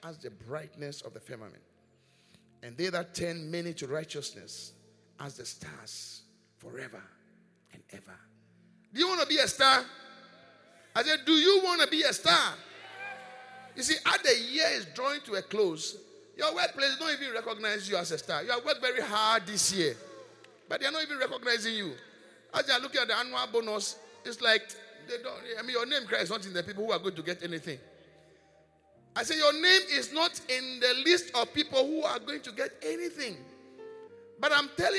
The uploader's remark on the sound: Preached at The Qodesh